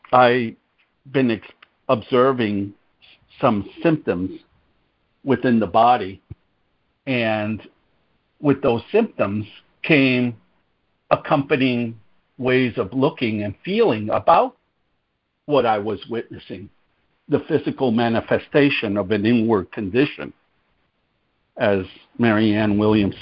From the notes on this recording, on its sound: ACIM Daily Conference Call